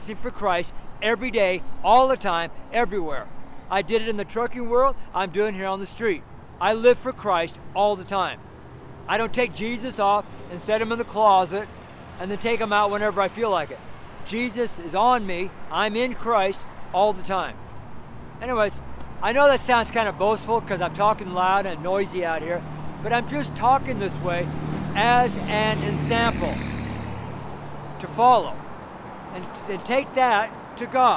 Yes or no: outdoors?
yes